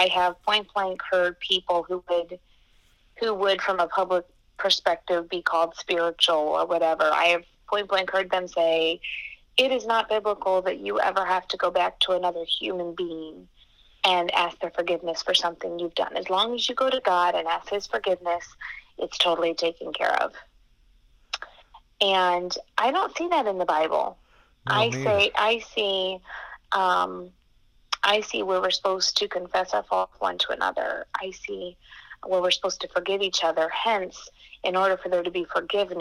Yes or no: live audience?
no